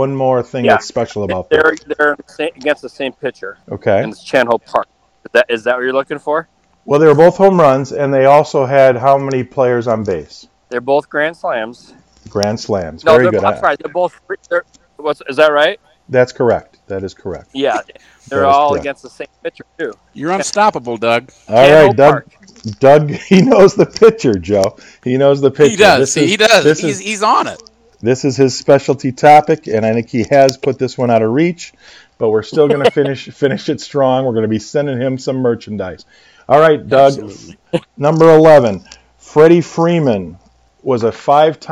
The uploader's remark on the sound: Apologies for the sound level differences and intermittent crackle